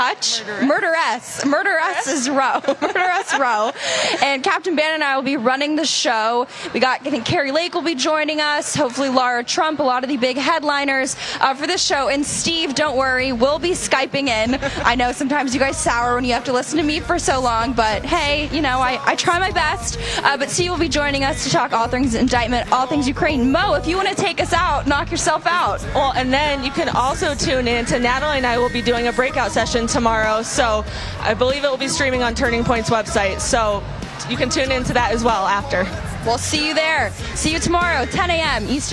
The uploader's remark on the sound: Live From Turning Point Young Women's Leadership Summit.